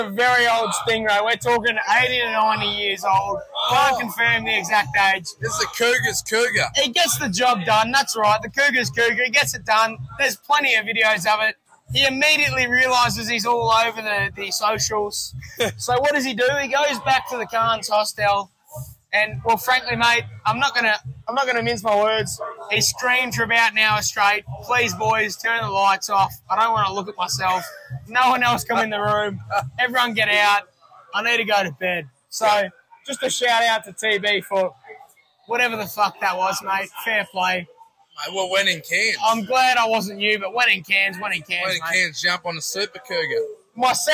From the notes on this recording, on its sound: Mad Monday recorded around the pool at Gilligan's Cairns!